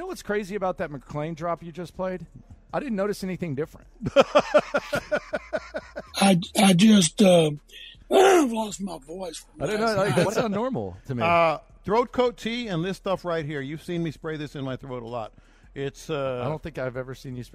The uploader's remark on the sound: Live at the Bear Bryant Awards.